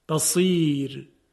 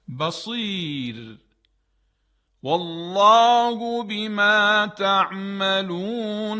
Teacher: حرف راء ساکن در وقف وجود داره و قبلش صدای کشیده ای هست، یعنی یا مدی. بصیر، در اینجا حرف راء ترقیق میشه.